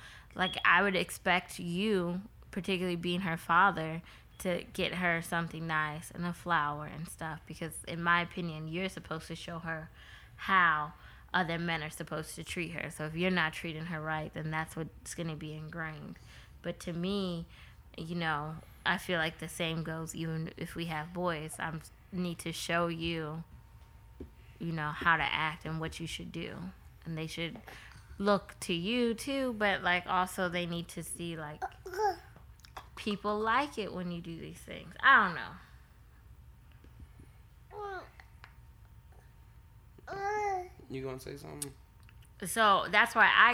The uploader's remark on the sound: is very vocal during this recording.